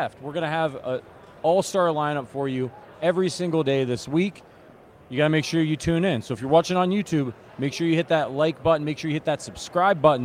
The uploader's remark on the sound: Live from Super Bowl LVIII